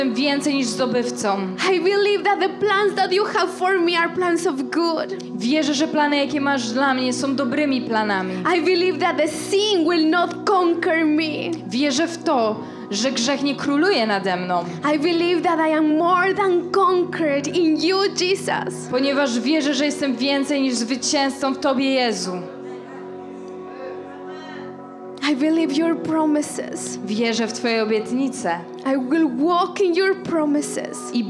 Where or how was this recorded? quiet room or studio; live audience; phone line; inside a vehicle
live audience